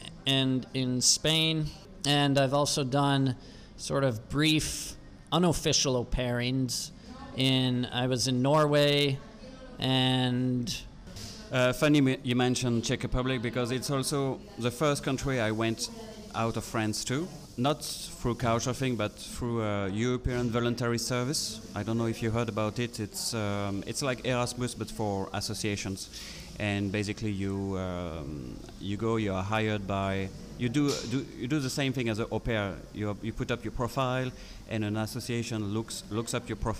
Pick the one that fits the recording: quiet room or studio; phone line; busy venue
busy venue